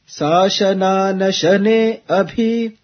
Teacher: all these letters actually carry the downward intonation, low pitch intonations.